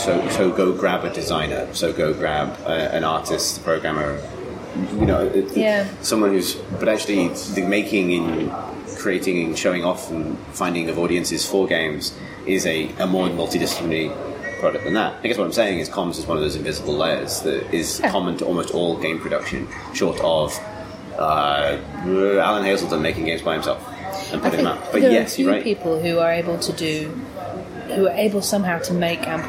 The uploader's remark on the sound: Chats at Rezzed